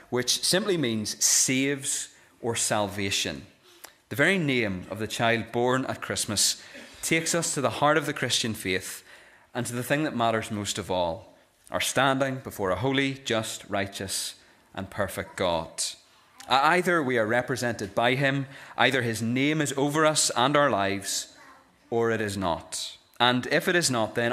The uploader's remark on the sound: This is the recording of the epilogue given at our Christmas Candlelit Carol service